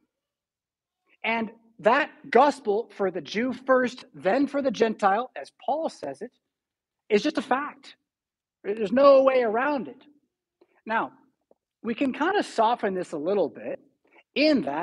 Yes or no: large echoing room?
yes